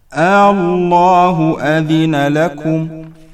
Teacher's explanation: أما كيفية نطقها كما مثلنا لذلك فعبارة عن النطق بالهمزة الأولى المفتوحة ثم مد الهمزة الثانية التي لها بآ أي حرف الألف فوقه علامة مد.